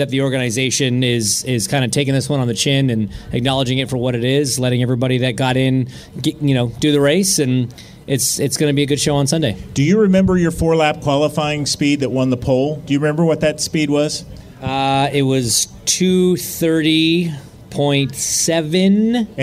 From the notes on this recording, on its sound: Live from the Prime 47 Burger Bash!